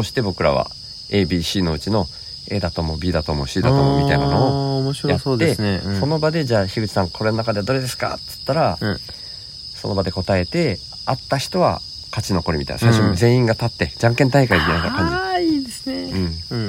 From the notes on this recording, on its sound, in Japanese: 福井県まで足を延ばし。お子さん2人も寝た後に、外でリアル収録をしました。